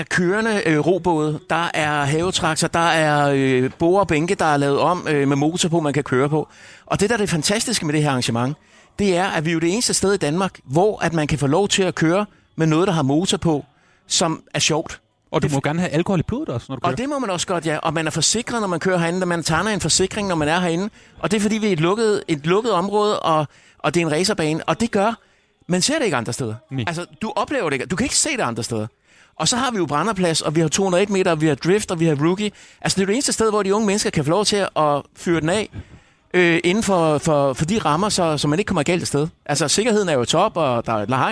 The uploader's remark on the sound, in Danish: I denne udgave er Fredagsmissionen er vi taget til bilfestival i Padborg, Danmarks Hurtigste Bil. Og snakker med de glæde og fulde festivalgæster.